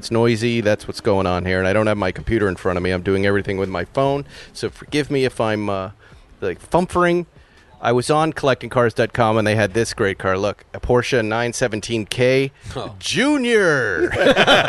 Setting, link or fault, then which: setting, outdoors